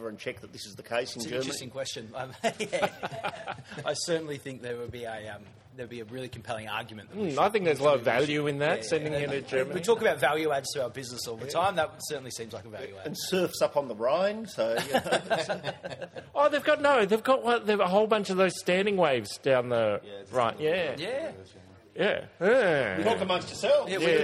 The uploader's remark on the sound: In front of a great live audience. Live at Masterson’s. As ever with a live show there are a few audio issues to deal.